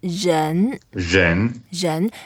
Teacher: it's a second tone, we go up a little bit.